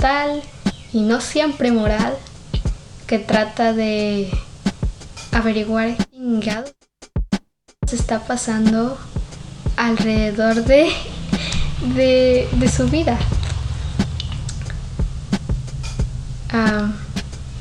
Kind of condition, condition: fault, background noise